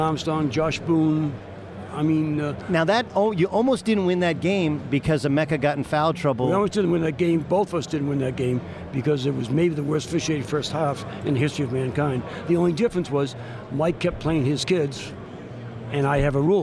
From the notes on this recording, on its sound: Live from San Antonio for the Final Four